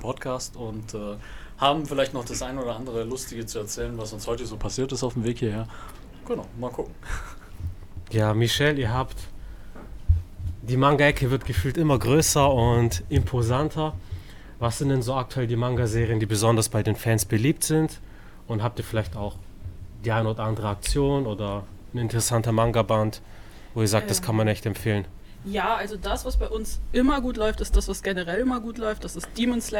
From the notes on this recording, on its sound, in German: Mangapodcast im Buchhaus Wittwer-Thalia Stuttgart. In der Mangaecke der Buchhandlung Wittwer-Thalia in Stuttgart haben wir diesmal einen #Mangapodcast aufgenommen.